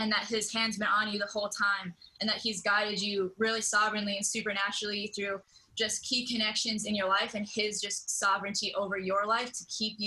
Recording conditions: video call